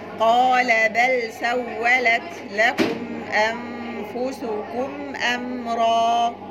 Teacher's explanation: عايز أسمع الهمس بتاع التاء